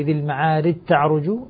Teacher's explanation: فأدغم الجيم في التاء